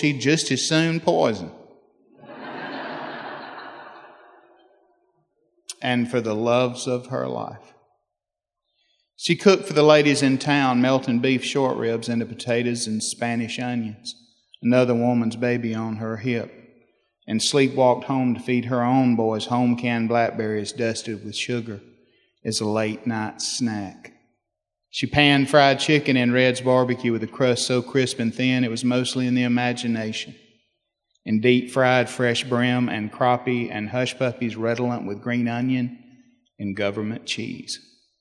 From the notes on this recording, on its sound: We hear from two Southern writers from the Decatur Book Festival. In front of an audience at the festival.